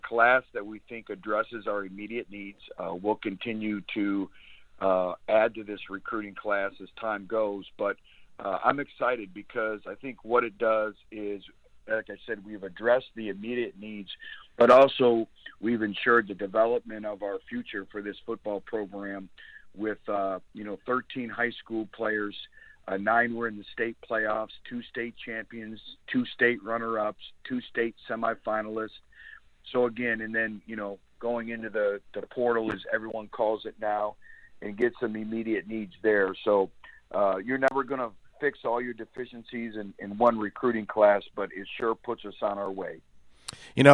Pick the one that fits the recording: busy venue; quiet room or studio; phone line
phone line